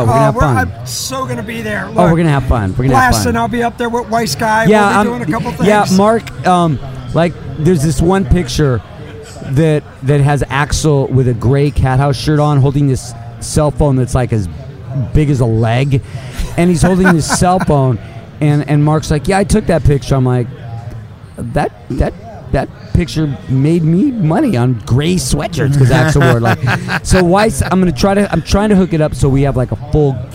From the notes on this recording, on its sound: Recorded live at the NASHVILLE ROCK 'N' POD EXPO 2023.